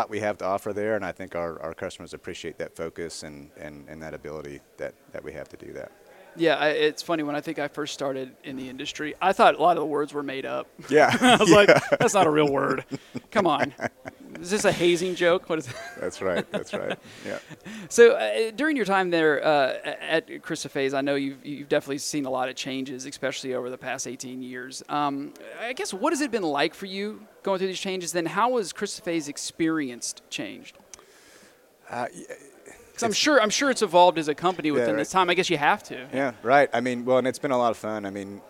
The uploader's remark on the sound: Live at AFPM